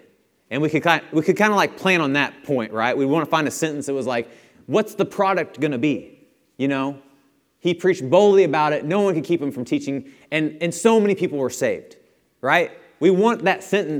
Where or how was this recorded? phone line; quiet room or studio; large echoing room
large echoing room